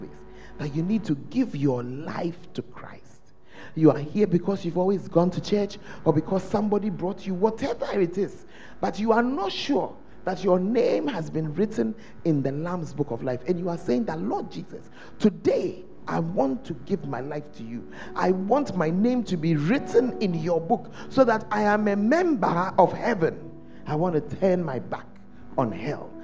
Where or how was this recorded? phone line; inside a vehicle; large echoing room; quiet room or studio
large echoing room